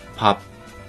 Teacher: その最後の子音は破裂させずに、まあ、口を閉じるだけって感じになるんですよね · Term: 内破音